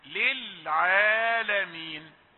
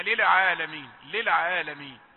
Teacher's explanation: هذه اللام الثانية ينطقونها متحركة، والصحيح أن تكون ساكنة · Shown in: first take